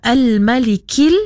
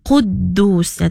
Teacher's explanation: Sebab yang pertama Al-Malikil nipis. Okey, kemudian Quddus. Bunyi-bunyinya macam tebal sikit lah.